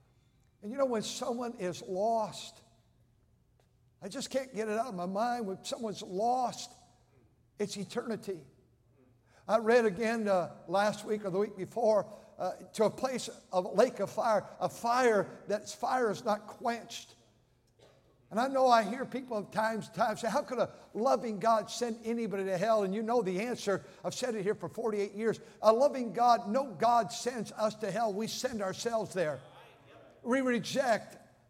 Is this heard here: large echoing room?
yes